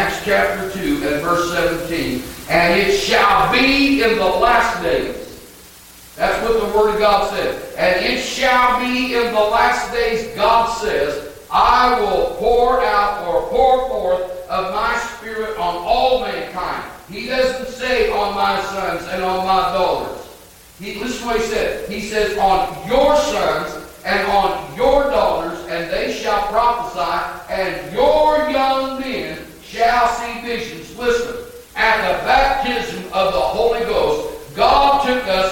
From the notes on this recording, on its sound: Audio quality not the best.